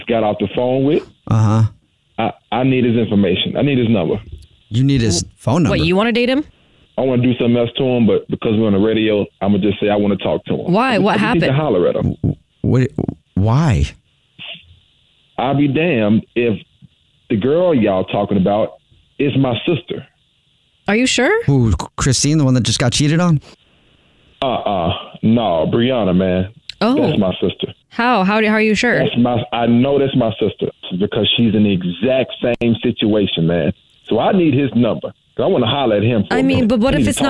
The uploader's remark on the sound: Phone Prank